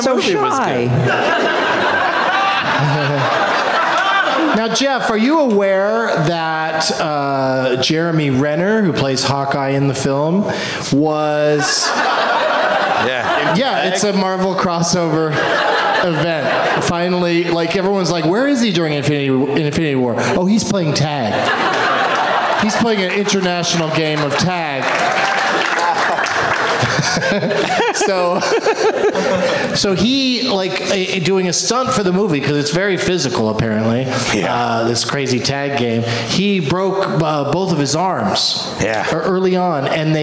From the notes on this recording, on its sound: Live from the Helium Comedy Club in St.